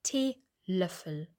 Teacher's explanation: hier haben wir ein langes E, aber ein kurzes Ö